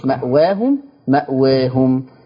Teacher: وطبعا مأواهم ما فيهاش إلا فتح وإيه وتقليل